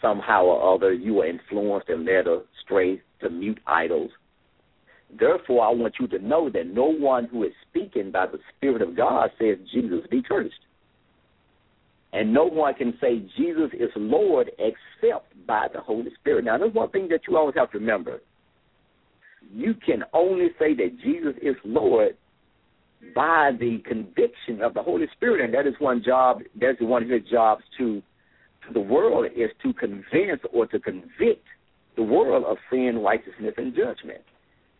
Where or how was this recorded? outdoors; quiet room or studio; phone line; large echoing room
phone line